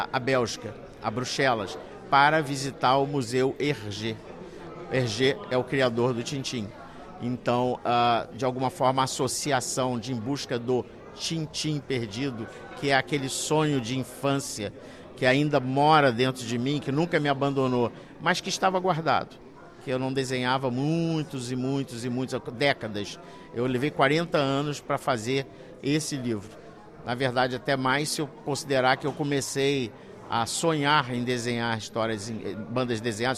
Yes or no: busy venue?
yes